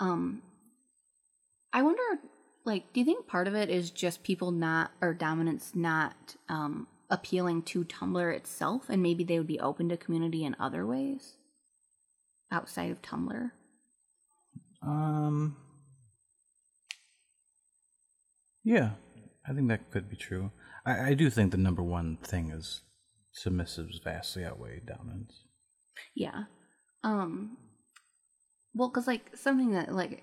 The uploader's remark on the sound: Headphones not recommended. There was an extremely loud high pitched noise throughout the entire recording.